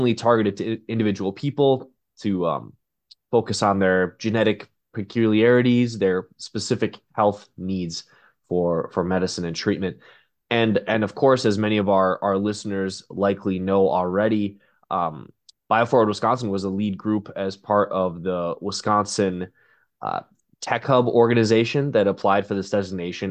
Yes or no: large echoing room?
no